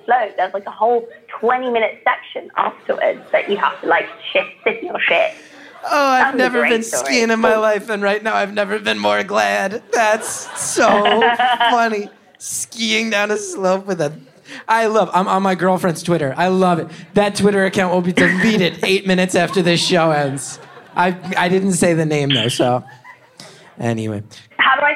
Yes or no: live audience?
yes